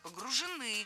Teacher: Но если мы говорим не о конкретном грузе, то уже погружены. Ударение ставим на окончание. Поэтому, конечно, в нашем примере должно быть погружены в себя.